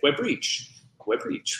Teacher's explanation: Web Reach, with the emphasis on the second syllable, and it sounded pretty nice